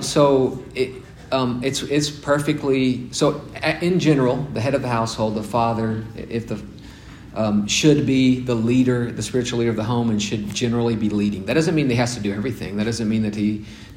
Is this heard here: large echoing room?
yes